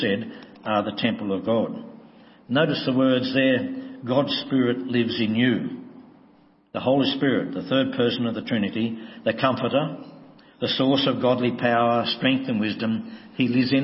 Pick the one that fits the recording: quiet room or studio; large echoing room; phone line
large echoing room